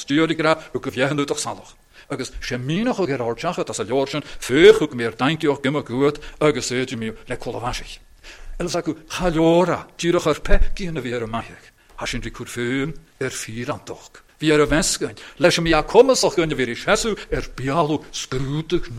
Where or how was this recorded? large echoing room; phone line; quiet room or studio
large echoing room